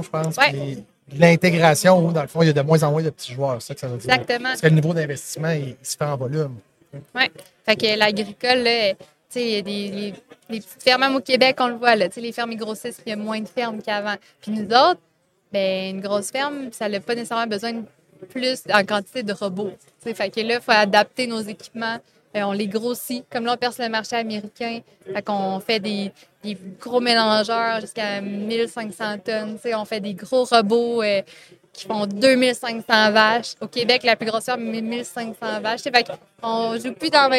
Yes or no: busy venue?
yes